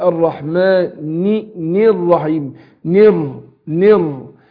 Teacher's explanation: نطقت بعد النون الراء مشدده